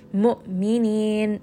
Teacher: إن كنتم مؤمنين here on the Hamza, we're just going to apply a little bit of a jerking sound. Stop the sound abruptly because Hamza is a letter of Jahar. Mu'minin. So just have a little bit of that jerk because Hamza has sukun.